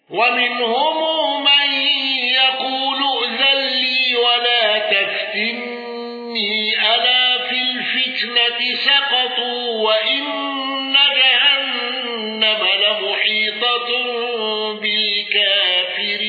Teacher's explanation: بترك الغنة وإمالة الكافرين